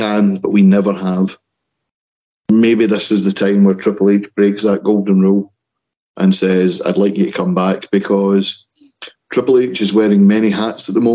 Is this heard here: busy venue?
no